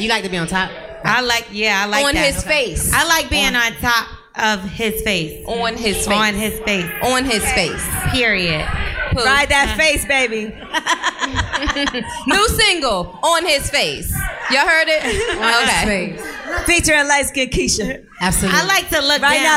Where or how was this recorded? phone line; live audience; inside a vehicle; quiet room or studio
live audience